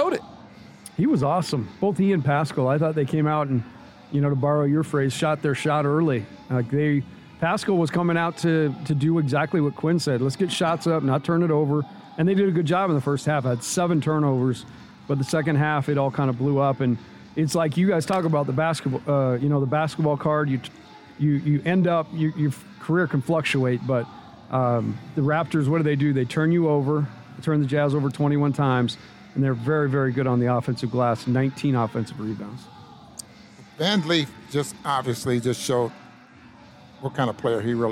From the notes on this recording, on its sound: Postgame press conference audio